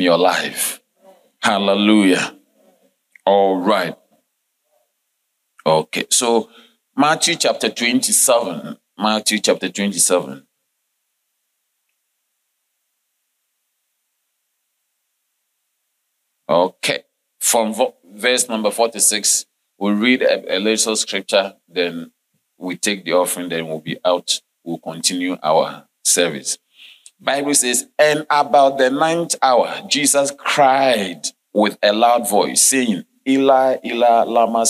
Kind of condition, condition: setting, large echoing room